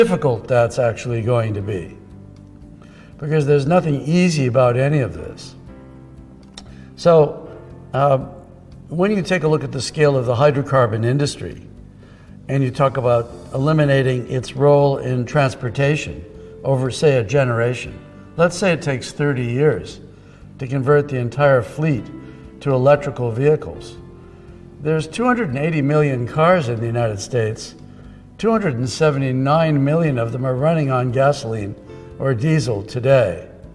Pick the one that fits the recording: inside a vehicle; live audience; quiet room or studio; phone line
live audience